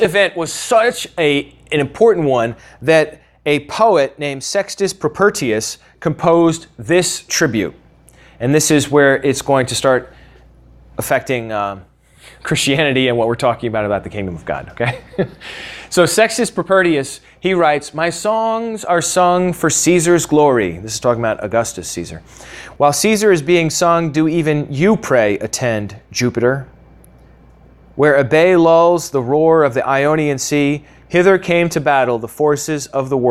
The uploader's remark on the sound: originally taught at the Atlanta Bible College